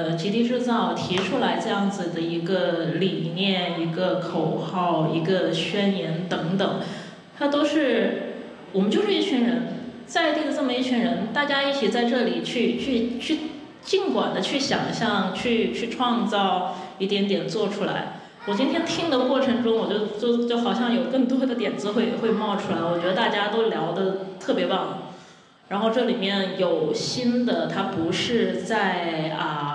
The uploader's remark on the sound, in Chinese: 在UABB的“关于罗湖的集体漂流分享会”录音